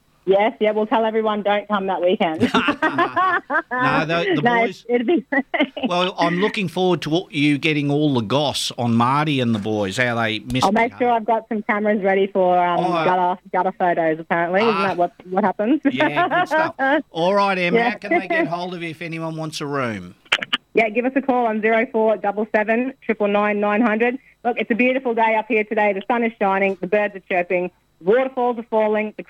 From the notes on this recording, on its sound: on the phone who is home in covid isolation